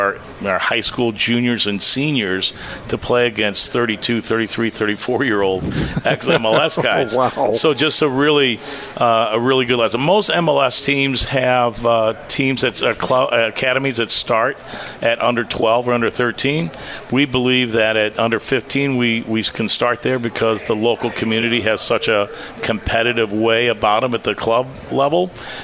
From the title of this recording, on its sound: Live at Friendly's